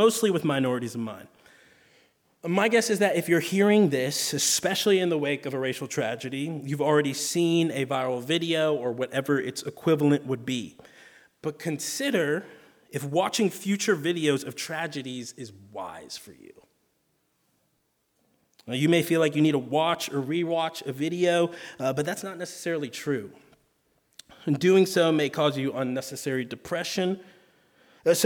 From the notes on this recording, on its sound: we get a chance to hear from a speaker for about 45 minutes before spending about 45 minutes in a Q&A